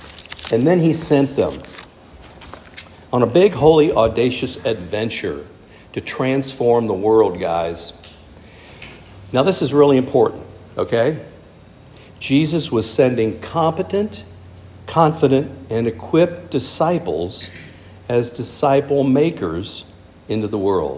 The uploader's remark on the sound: speaking at our monthly "King's Men", Men's Ministry event